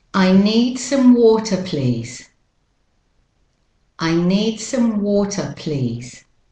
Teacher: you can hear the schwa vowel, the vowel after the T.